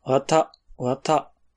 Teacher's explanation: Das deutet an, dass das Wa nach dem Wa es eine Erhöhung gibt, also das Ta ist höher als das Wa.